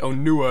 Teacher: there's more stress on the U